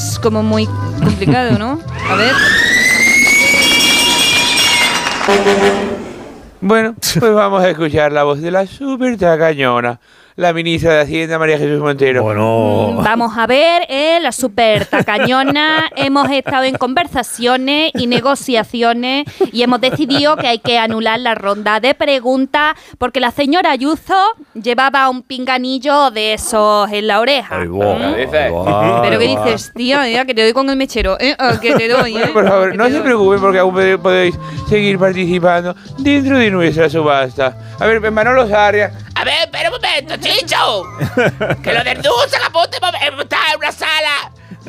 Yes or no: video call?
no